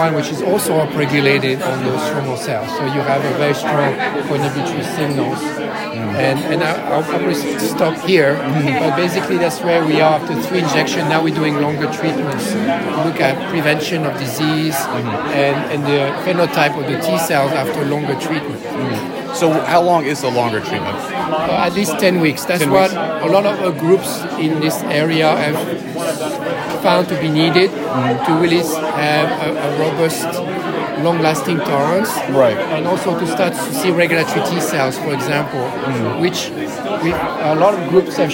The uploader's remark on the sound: recorded during the IDS Paris 2023 Day 1 Poster session